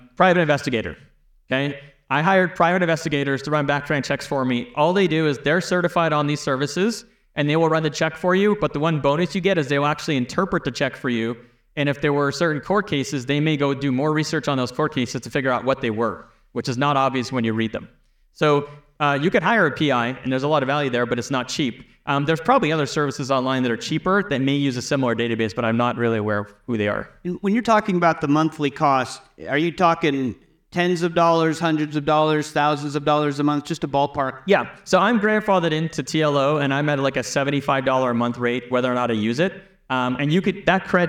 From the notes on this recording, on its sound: Keynote Address from the Left Field 2023 Meetup. The audience comes in hot with burning questions.